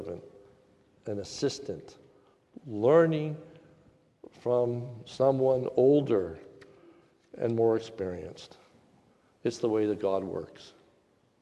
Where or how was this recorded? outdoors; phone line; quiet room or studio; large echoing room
large echoing room